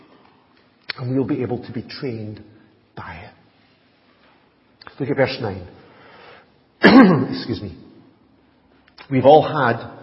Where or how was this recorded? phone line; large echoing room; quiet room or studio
large echoing room